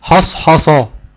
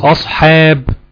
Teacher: حرف الحاء بيخرج من وسط الحلق